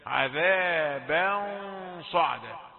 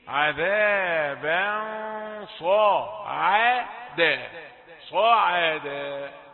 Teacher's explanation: حرف الصاد حرف مفخم، يبقى ايه؟ الغنة يأتي فيها تفخيم، عذابا صعدا.